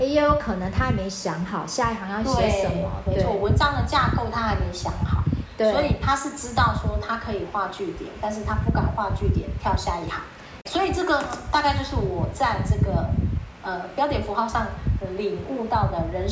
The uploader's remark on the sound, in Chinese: 後製時，發現有些雜音，聽起來沒那麼愉悅，還請聽眾們稍忍一忍。